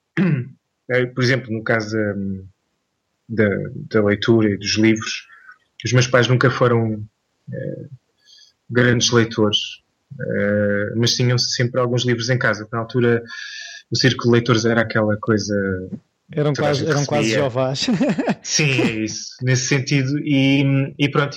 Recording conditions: video call